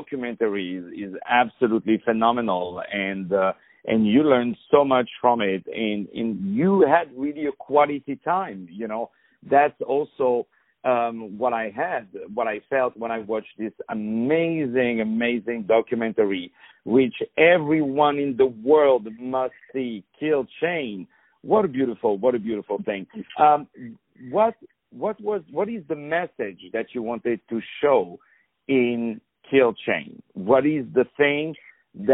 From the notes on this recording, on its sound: On the phone.